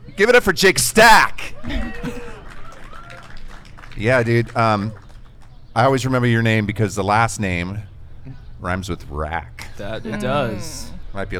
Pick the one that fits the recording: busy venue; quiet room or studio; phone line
busy venue